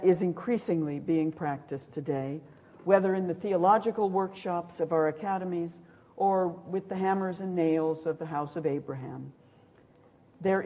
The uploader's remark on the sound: A series of Gifford Lectures. At The University of Edinburgh.